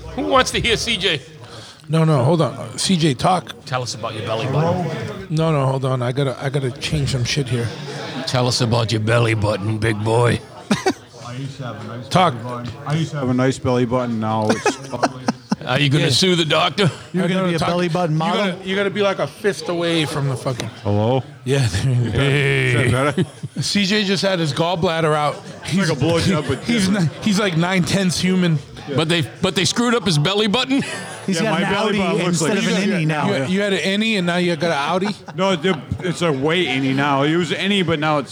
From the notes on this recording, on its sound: First off - this is a sloppy, horrible episode! We recorded this during a crescendo of drunken idiocy at the Choppahead holiday party.